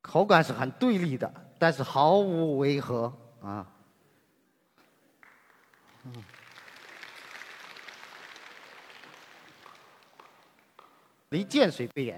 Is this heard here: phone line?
no